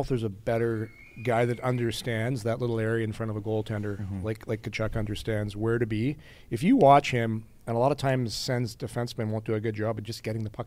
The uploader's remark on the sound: The boys are live from All-Star in Toronto!